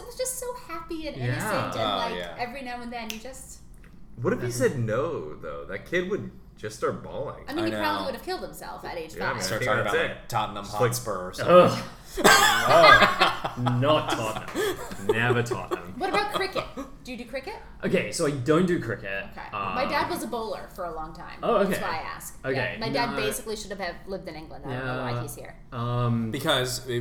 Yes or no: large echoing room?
no